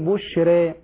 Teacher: ففتحة الراء في بشرى هذه الفتحة حركة فرعية، لا هي فتحة ولا هي كسرة، لا هي فتحة خالصة ولا كسرة خالصة · Term: الحركة الممالة